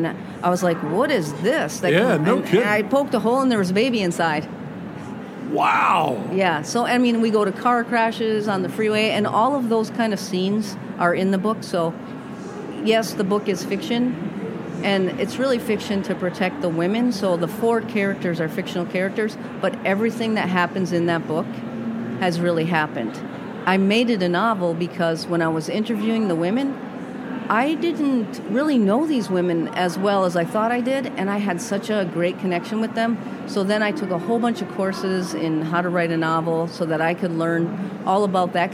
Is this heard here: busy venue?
yes